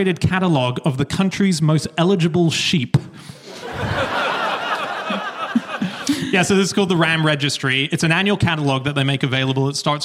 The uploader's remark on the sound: Live from Uffculme